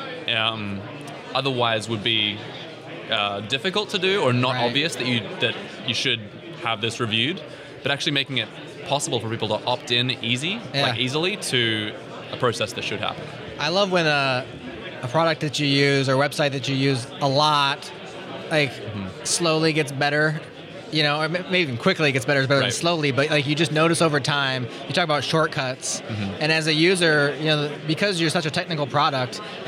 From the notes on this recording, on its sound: recorded at OSCON London 2016